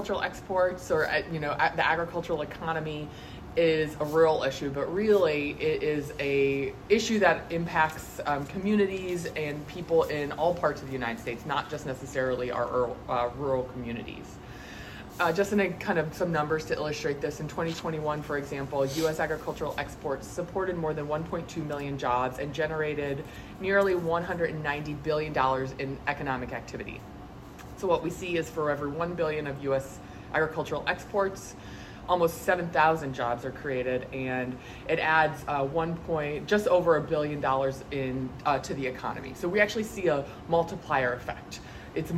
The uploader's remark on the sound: Attended the International Production & Processing Expo, or IPPE, in Atlanta, and participated in a news conference. With the small group of journalists in attendance.